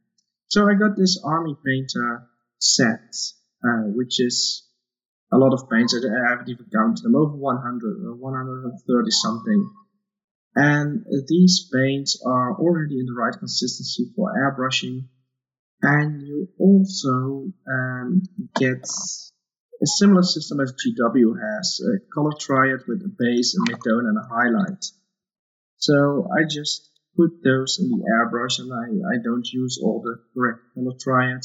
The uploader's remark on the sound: Apologies for the audio on this episode, there were some issues with the recording.